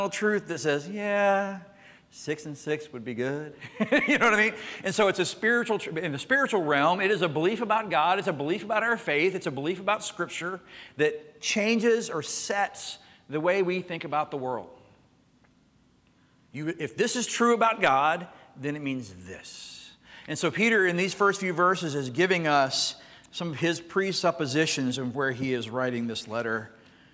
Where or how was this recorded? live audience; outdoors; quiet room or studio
live audience